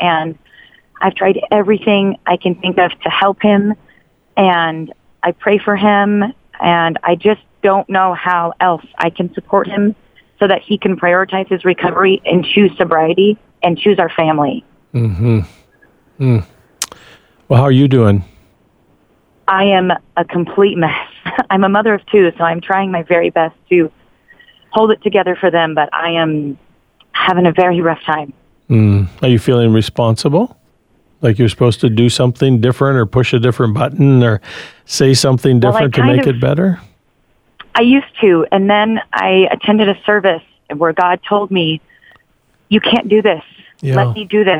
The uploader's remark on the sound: Open Phones